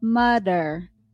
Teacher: A common mistake for that sound uh, would be an example of instead of saying mother, people may often say mother because the tongue does not come out enough to vibrate against the front teeth. So, in order to properly pronounce the TH sound, the tongue must come out and vibrate against your front teeth as you roll it, as you say the, the, the TH sound for the, the.